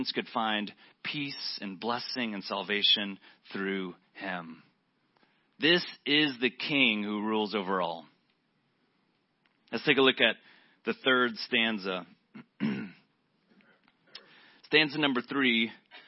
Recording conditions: large echoing room